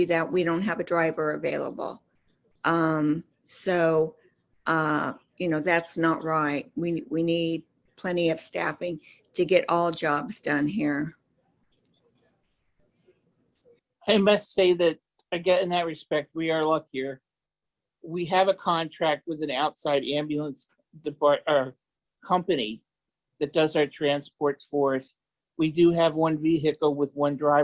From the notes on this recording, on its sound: In this episode, we are sharing the audio from Consumer Voice’s webinar that was part of the “Dignity for All: Staffing Standards Now!” campaign.